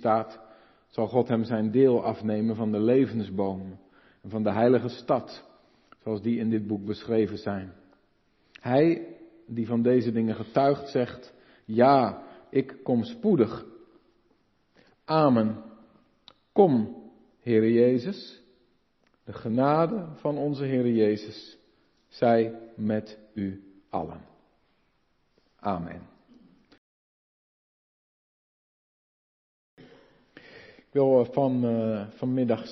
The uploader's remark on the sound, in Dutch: De preek is op 30 oktober 2022 opgenomen in de Maranathakerk te Groningen